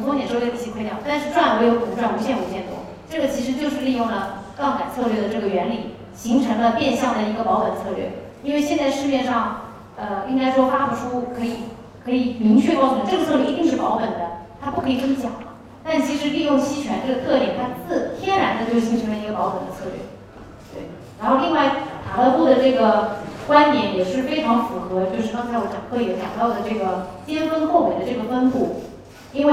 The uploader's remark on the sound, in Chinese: 本期音频来自2019DNOC期权夏季嘉年华，圆桌论坛部分内容分享